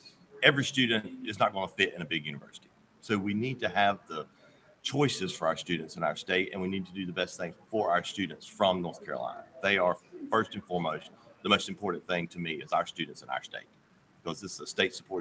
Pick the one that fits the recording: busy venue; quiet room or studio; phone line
busy venue